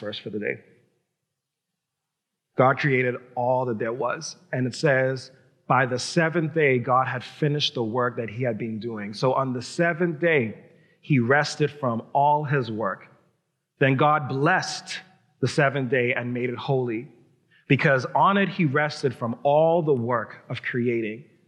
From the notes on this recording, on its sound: Recorded live at New Providence Community Church.